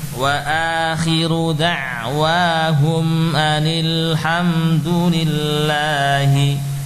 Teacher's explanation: Ini isyarat pada hukum yang kedua, ya, yaitu hukum tarqiq, ya, hukum tipis pada lam pada lafaz Allah, ya, saat sebelumnya ada kasrah